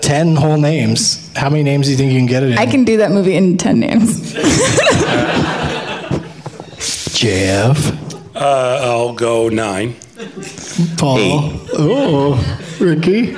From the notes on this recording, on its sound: Live from the Downtown Independent Theater in L.